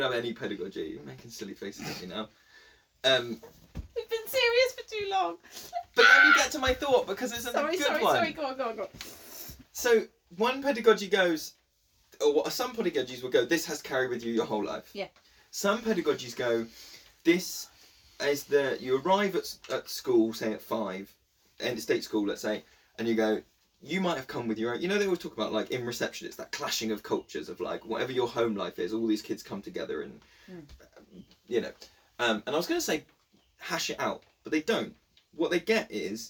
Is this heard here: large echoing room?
no